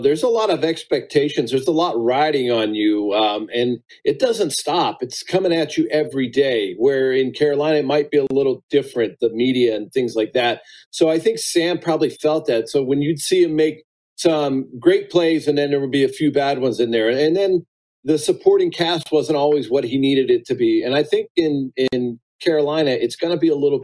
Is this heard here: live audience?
no